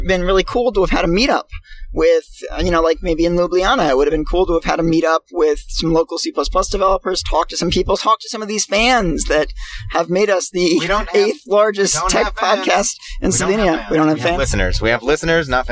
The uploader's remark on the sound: Record live from Slovenia, Croatia and Italy while driving.